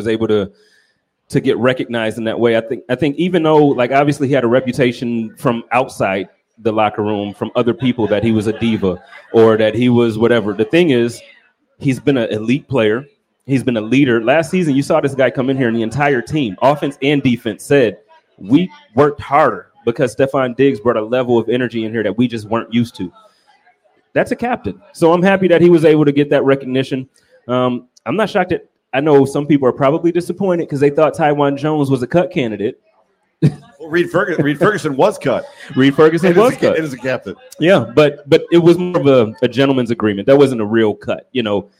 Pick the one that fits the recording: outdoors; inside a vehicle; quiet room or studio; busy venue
busy venue